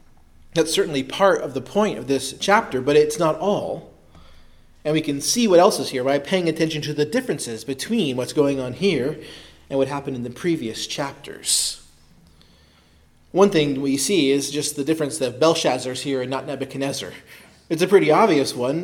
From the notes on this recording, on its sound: Preached at Christ Our Savior Baptist Church.